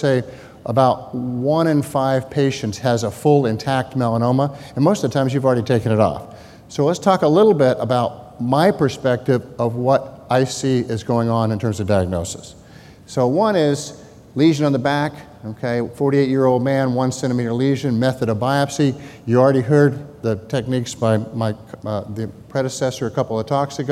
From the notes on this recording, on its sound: This was audio was recorded at the 2012 Summer conference in Seattle Washington